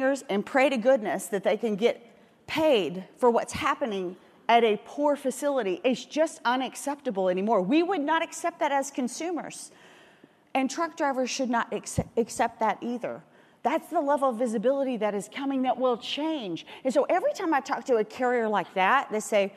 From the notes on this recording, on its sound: the Day02 Industry Keynote from FreightWaves LIVE Chicago 2019